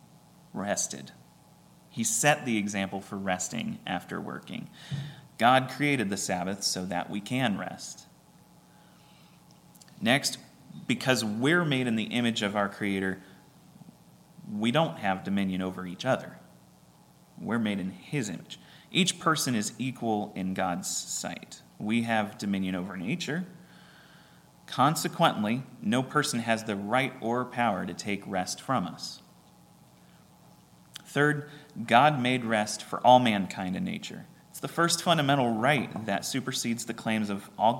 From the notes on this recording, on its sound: at Ringgold Seventh-day Adventist Church